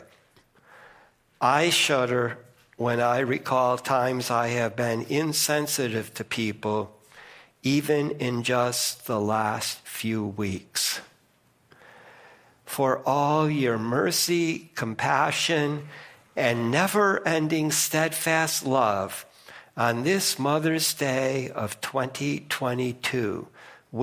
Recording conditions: large echoing room